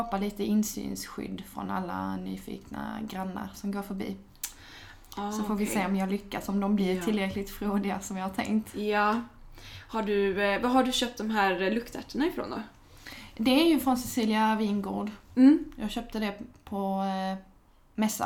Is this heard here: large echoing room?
no